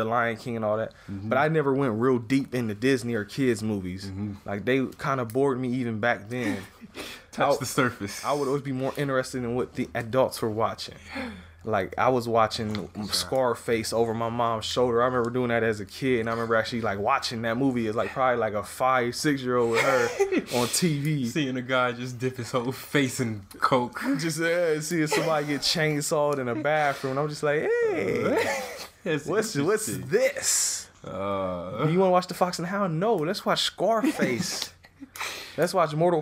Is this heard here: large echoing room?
no